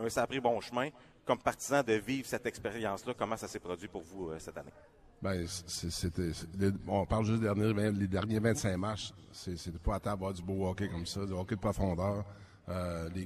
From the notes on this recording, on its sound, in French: En direct du Pêle-Mêle Pub de L'Agora